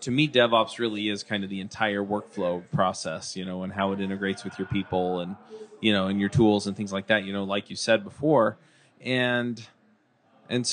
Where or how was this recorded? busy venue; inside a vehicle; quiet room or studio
busy venue